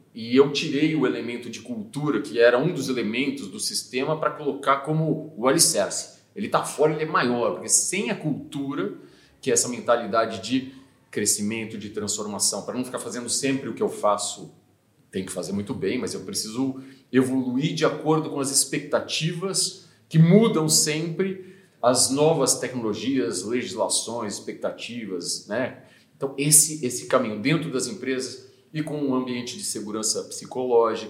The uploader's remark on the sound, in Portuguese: Gravado diretamente do HackTown , um dos maiores festivais de inovação da América Latina. Confira o primeiro episódio gravado diretamente do HackTown , um dos maiores festivais de inovação da América Latina.